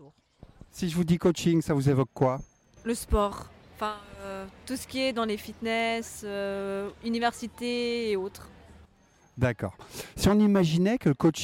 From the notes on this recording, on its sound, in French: Micro Trottoir. Je me suis dit que ça serait pas mal du tout d’aller poser la question aux principaux intéressés a savoir vous.